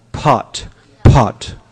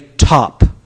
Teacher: Even though it's spelled P-O-T, what we're actually saying is P-H-O-T. Pot. But the T has no H.